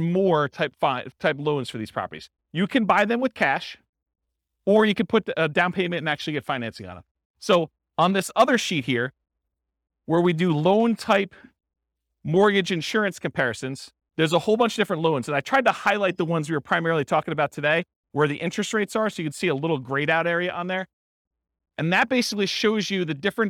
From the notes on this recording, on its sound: This was a live class recorded.